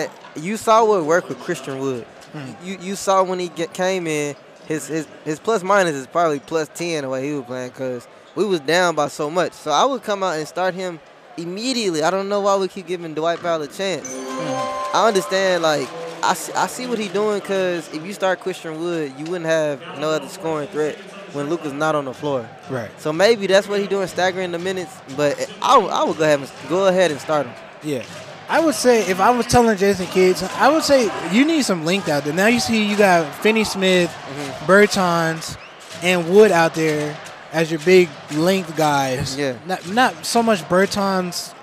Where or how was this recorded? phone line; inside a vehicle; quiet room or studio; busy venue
busy venue